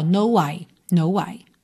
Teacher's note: Why começa em W, você junta num W só.